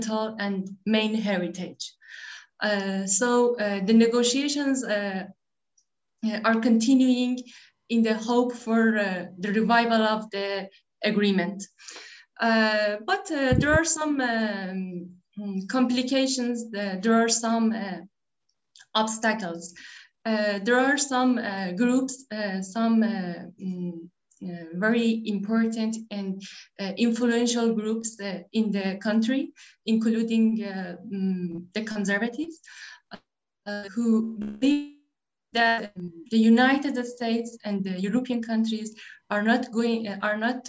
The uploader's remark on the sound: The Middle East Institute has hosted a panel of experts to tackle these and other questions. This public talk was conducted online via Zoom.